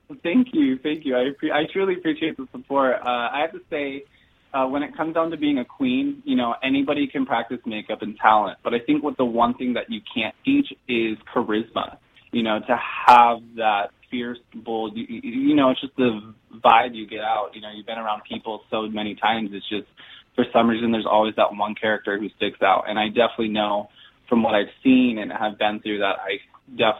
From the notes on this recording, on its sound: We got her to phone in from a submarine!